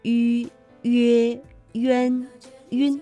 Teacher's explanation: 我们口腔啊要近似闭拢，那舌的前部要抬高，气流从口腔呼出，就好像文中我们读到了曲折蜿蜒，这个曲啊，大家可以留意一下它的发音方法，比如我们读乌镇，乌和曲折的曲，你会觉得它的舌面的后部呢是有不同的，读乌的时候舌面的后部是抬高的，而迂呢舌面的前部是抬高的，乌镇曲折。那另外呢，在我们书写的时候啊，迂和及其息相拼的时候，这个迂上面的两个点是省略的，比如曲折的曲啊，我们看到了拼音其实是七和乌相拼，但实际呢这个韵母是读迂。好了，以上呢就是和大家分享的宋游中国的全部内容了，接下来我们一起进入到正确答案是什么。